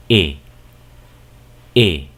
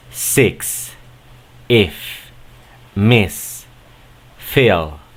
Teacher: va a ser un sonido en medio de la E y la I